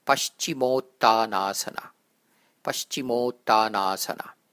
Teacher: If you spotted the O and the second and the third A's as long, then you were right.